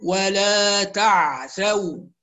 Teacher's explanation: العين الساكنة ننتبه إلى زمنها وإلى تحقيقها بدون تحريك